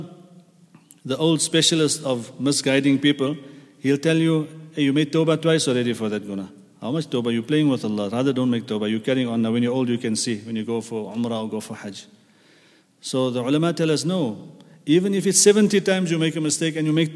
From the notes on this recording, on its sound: at the Houghton Masjid (West Street)